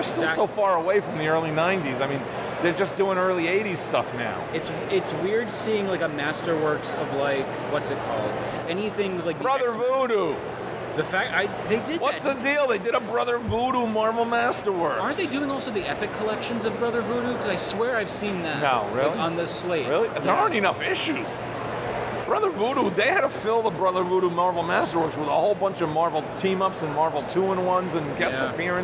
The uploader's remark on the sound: we present some of the audio we recorded at New York Comic Con 2021!